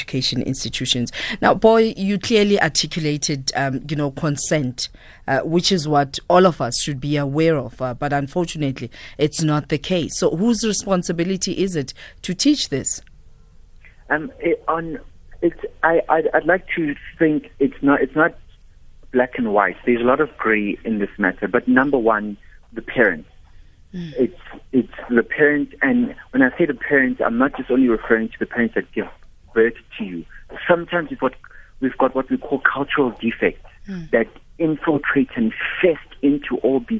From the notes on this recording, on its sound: Guest (phone)